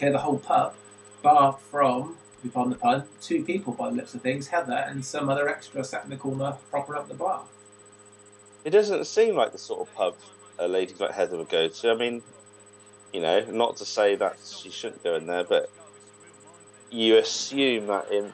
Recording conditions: poor sound quality